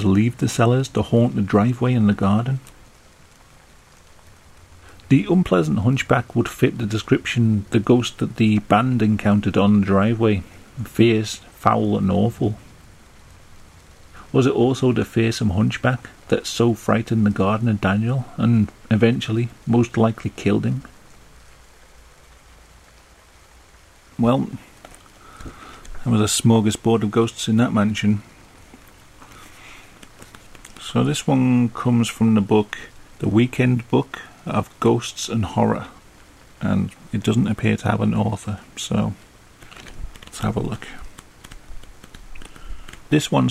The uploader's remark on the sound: Chilled readings of scary stories with a gentle rain sound in the background.